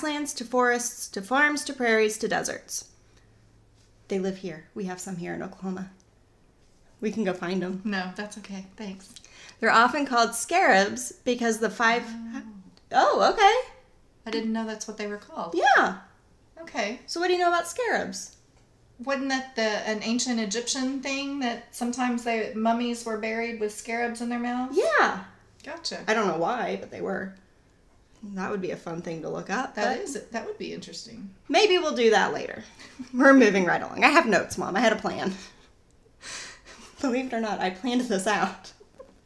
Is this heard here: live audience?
no